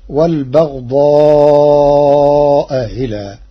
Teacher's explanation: قرأ ورش كلمتي والبغضاء إلى بتسهيل الهمزة الثانية بينها وبين الياء تخفيفا، فتصير والبغضاء إلى.